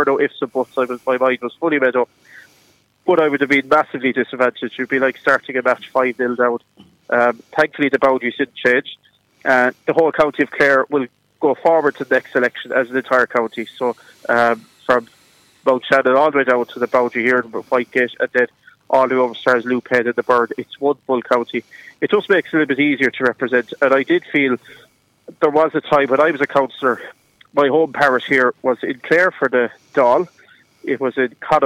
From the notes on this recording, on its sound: On the phone. Broadcast live from the SBCR studio at the Derg Active Alliance building.